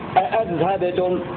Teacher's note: جيم ابن ذكوان يروي بهمزتين محققتين أذهبتم، دال باقي القراء بهمزة واحدة محققة على الإخبار هكذا أذهبتم.